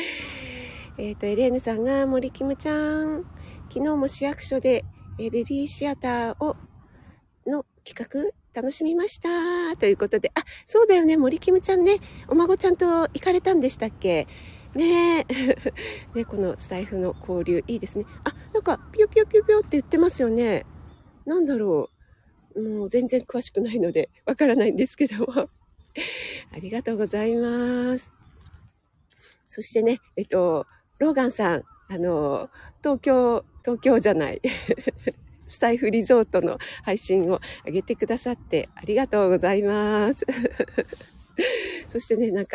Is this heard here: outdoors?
yes